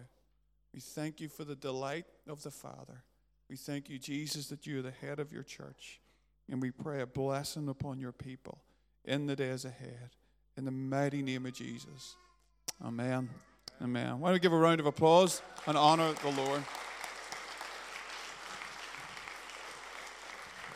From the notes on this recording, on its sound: A recording from the Covenant service between the Journey Church Lisburn and Lisburn Christian Fellowship